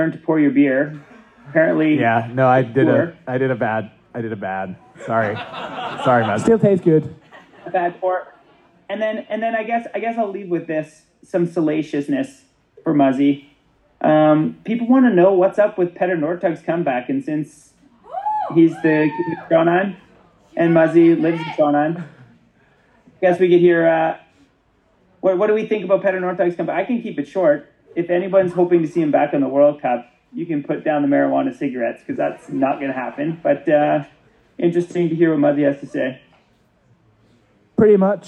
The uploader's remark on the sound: We had the good fortune of taping this episode of the podcast in front of a live audience at a local brewery, and we think it brings through a little of the amazing atmosphere. Zoomed in from mono jail. The audio quality from this episode is.....mixed, but it seems to be workable.